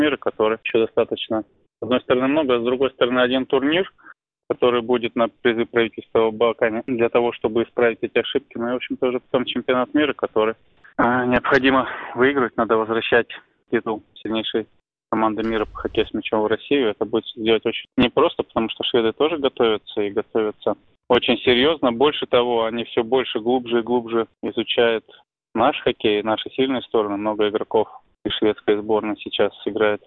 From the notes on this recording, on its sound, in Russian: Из Швеции по телефону